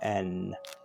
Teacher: as you say N, the tip of your tongue touches a spot right behind your teeth on the top of your mouth.